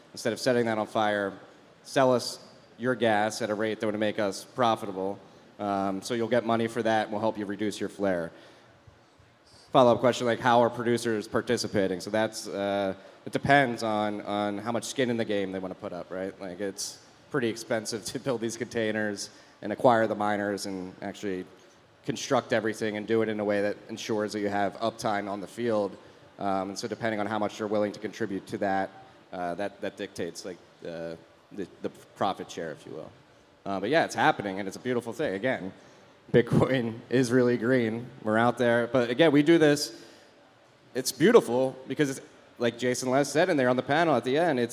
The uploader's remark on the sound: LIVE IN MIAMI